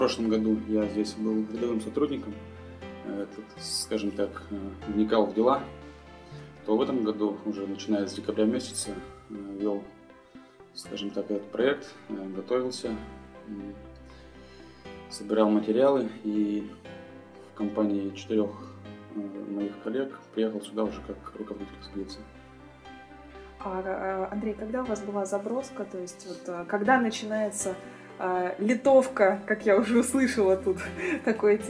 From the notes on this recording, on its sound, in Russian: И снова у нас необычный выпуск, записанный на диктофон в 500-ах милях от Северного полюса за далекой 80-ой параллелью.